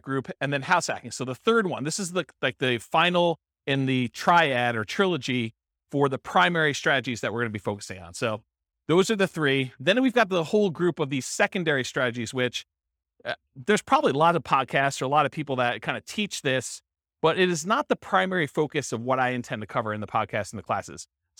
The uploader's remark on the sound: This was a live class recorded